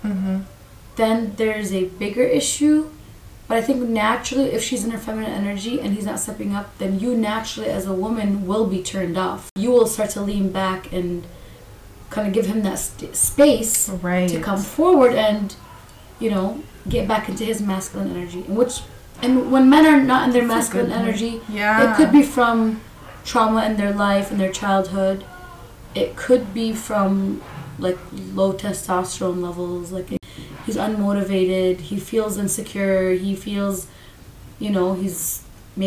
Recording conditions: sounds in the background